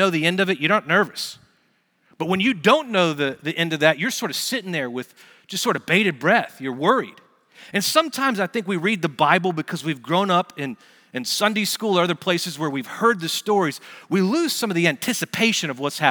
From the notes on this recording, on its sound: Recorded Live at Brookwood Church on 01.07.2024